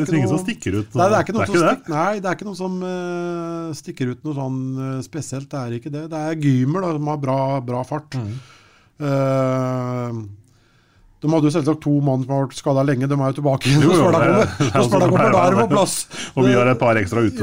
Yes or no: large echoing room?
no